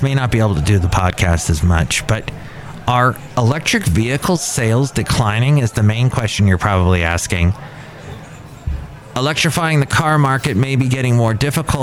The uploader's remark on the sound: podcasts live from Café Anyway